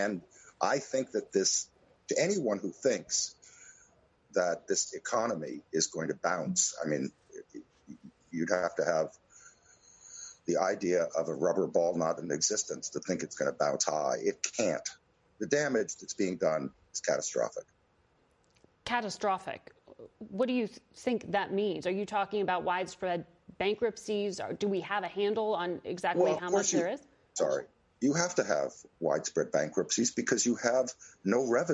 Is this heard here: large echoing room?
no